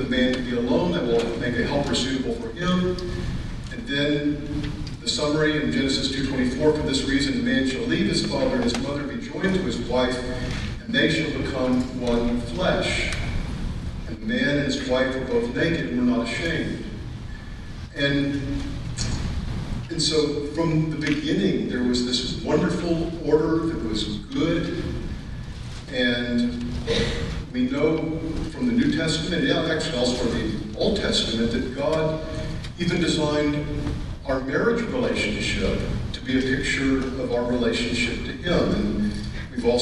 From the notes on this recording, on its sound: Due to some technical difficulties the first 20 minutes of this audio recording is poor quality.